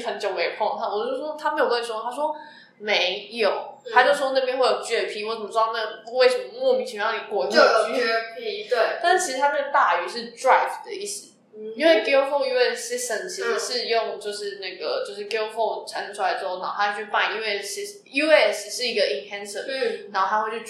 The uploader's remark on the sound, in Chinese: 這系列為直接午餐聊天所錄的音，如雜音較多，再請見諒